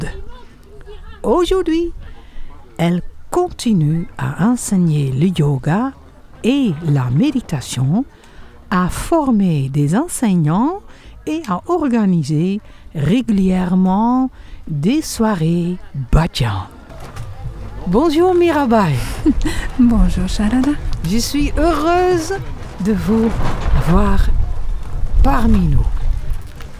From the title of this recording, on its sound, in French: En Direct Du Bhakti Om Festival